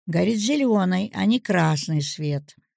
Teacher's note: Закон противопоставления. Оба противопоставленных слова принимают на себя ударение.